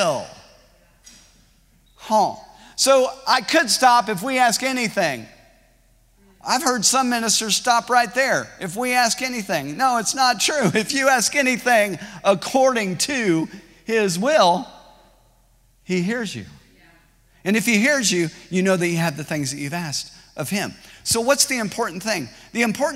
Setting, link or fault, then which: setting, large echoing room